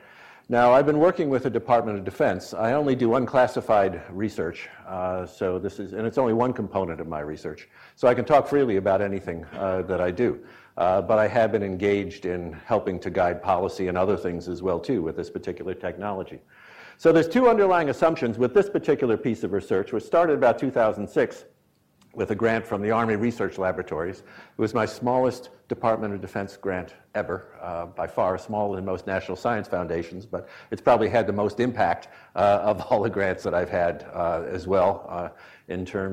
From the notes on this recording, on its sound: IFE Distinguished Visitor Lecture, recorded 31 July 2017 at QUT